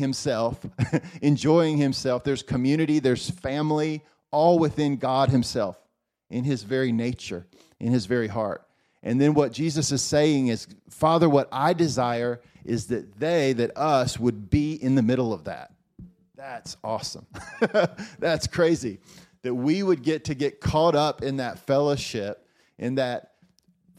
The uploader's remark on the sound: Recorded at Faith Hope Love House of Prayer in Columbus, OH in April 2023.